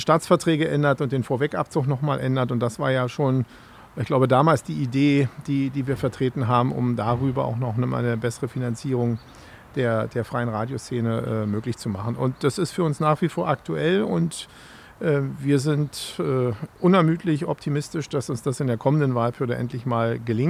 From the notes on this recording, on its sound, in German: Mitschnitt vom Radiokiosk aus dem Haus der Statistik am Alexanderplatz